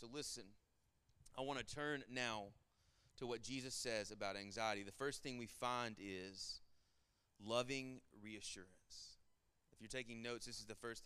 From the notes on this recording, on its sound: Sermon Audio from our Worship service